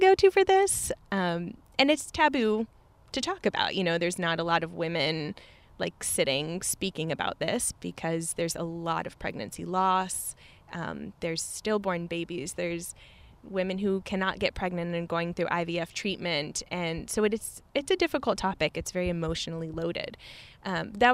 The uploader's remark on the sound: We shot this live, on location, at Tree House in beautiful Vero Beach!